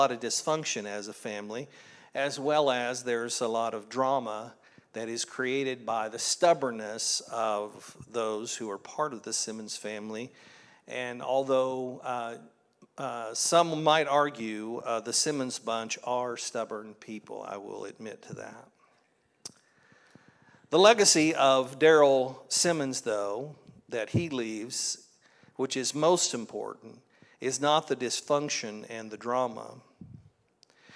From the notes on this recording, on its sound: This was originally recorded at Palestine Church of Christ on Oct 22nd, 2023.